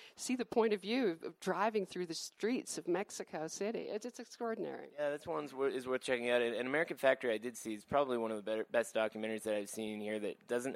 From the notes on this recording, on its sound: Live at Sundance 2019.